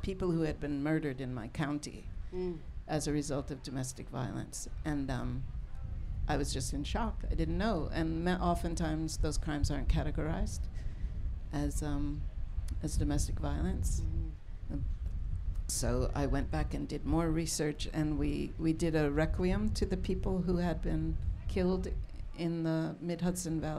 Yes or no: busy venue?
yes